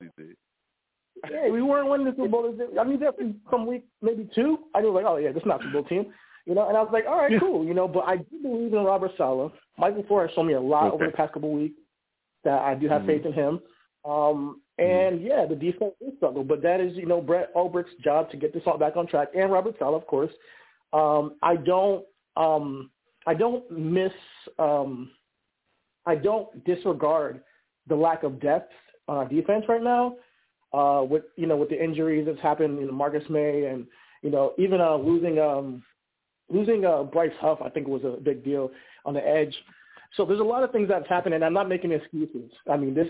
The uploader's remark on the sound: I also take live callers!